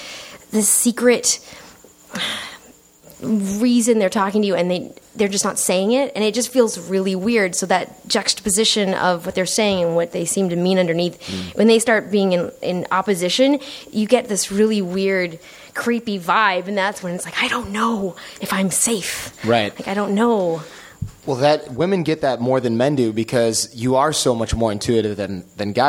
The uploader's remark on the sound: Live on stage at NerdMelt.